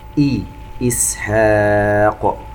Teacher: مد منفصل ومد بمقدار 4 حركات، ونشبع الكسرة إي إسحاق. ومن ذريتهما، النون عند الذال إخفاء، ونضغط على الحنك عند التلفظ بالراء المشددة المكسورة كي ترقق.